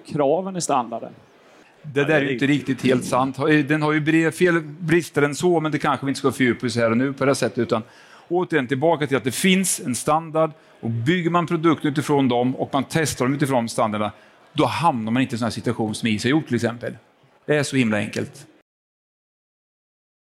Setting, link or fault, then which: setting, busy venue